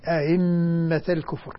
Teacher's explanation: الوجه المقروء به عند كل المبدلين الذين يوافقون ورش في هذا هو تسهيل الهمزة الثانية بين أئمة الكفر.